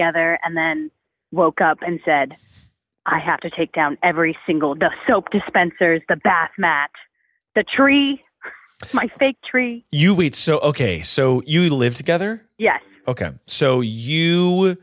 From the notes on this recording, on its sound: Is alone in the studio, taking phone calls by himself and giving one-on-one coaching.